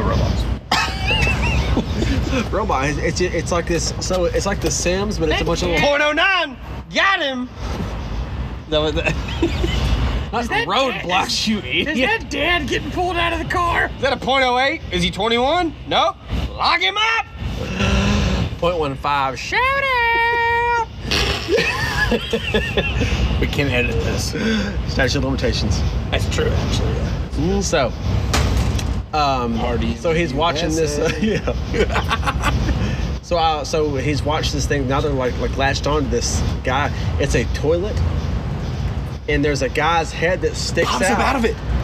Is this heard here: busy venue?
yes